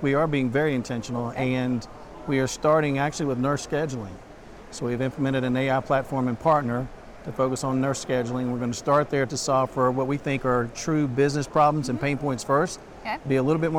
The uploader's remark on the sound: live from the 2023 CHIME Fall Forum